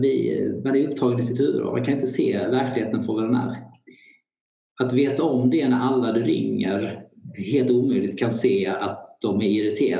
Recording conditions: video call